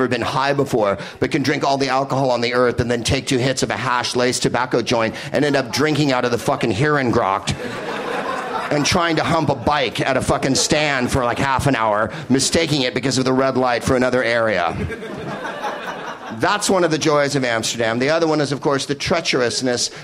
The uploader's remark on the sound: Live from Toomler in Amsterdam